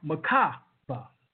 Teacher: We generally pronounce the word with the emphasis on the second syllable